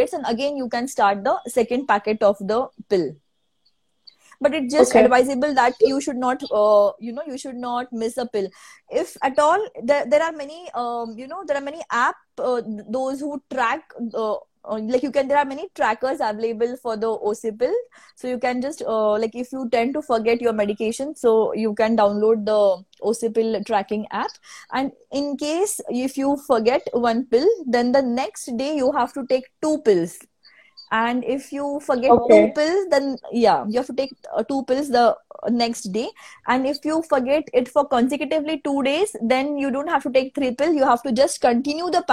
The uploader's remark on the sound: an audio version of our Instagram live session